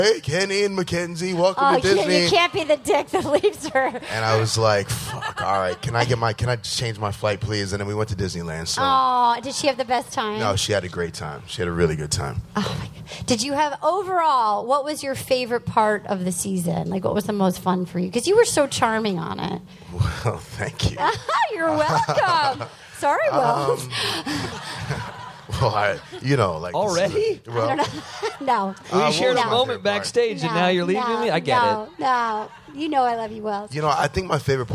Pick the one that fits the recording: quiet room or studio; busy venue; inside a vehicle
busy venue